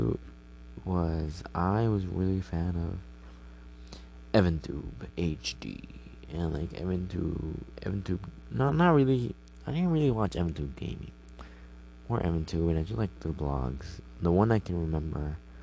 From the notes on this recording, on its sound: Sorry for the buzzing noise I probably plugged it in wrong or maybe cause my phone was charging.